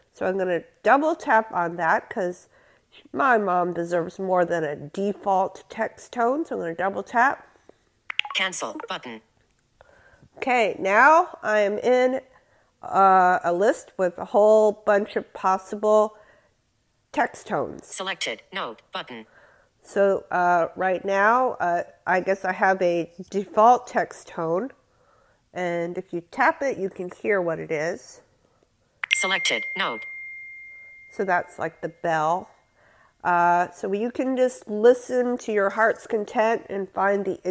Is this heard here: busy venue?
no